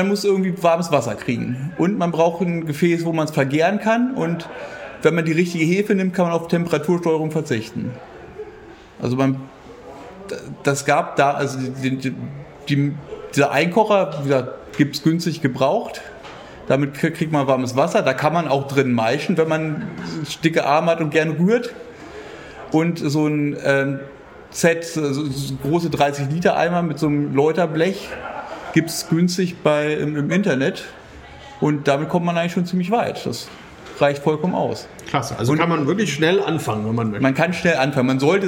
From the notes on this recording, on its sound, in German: Live vor Ort zur Bierköste 2023 in Neumünster. Im Teil 2 unseres Live-Talks von der Bierköste in Neumünster sprechen wir mit drei Hobbybrauern.